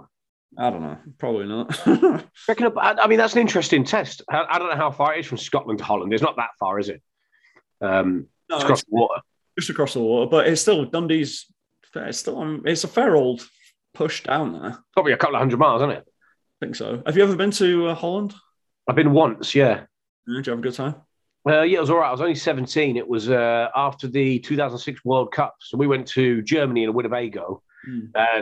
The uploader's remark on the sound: we're hitting Zoom for this weeks pod!